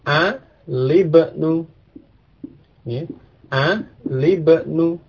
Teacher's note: Demikian pula dengan yang berikutnya ibnun, ya, ibnun dimasuki alif lam, ini menjadi a libnu, ya, a libnu, hamzah wasal pada ibnun tidak diucapkan